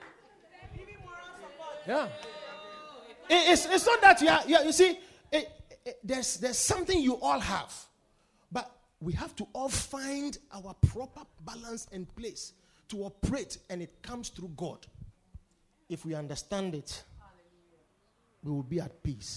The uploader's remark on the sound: Preached at the Victory Secrets Service.